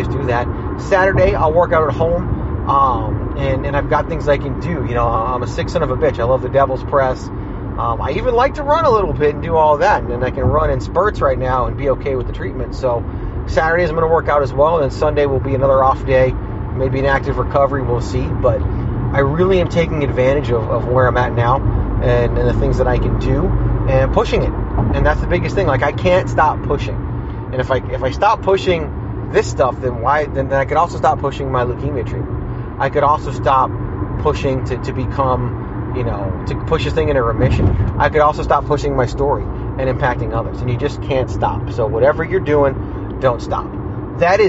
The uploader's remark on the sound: Fires up the voice recorded on the way home from his Leukemia blood work. Raw and unfiltered (literally, including background news since you're literally driving).